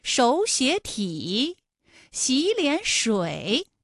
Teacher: 是不是前两个字都是二声，第三个字是三声呢 · Term: 三声组合